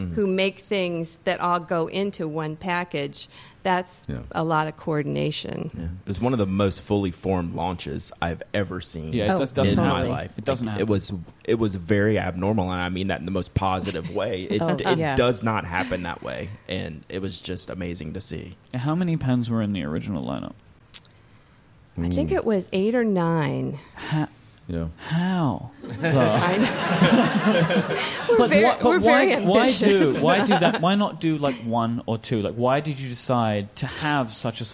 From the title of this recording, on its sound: Live from the San Francisco Pen Show 2019